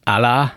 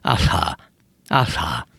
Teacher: Amikor is a közepén L-et csinálok a szájammal, de zöngétlenül. · Shown in: second take · Ez persze egy olyan surlódó hangot ad, ugye zajt ad persze, hiszen különben nem lehetne hallani.